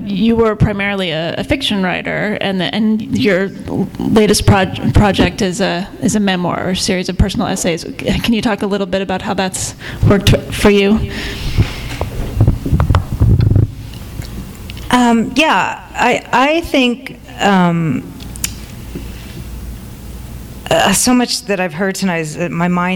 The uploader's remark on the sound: In a panel discussion. THIS EVENT WAS RECORDED LIVE AT SKYLIGHT BOOKS JULY 6, 2011.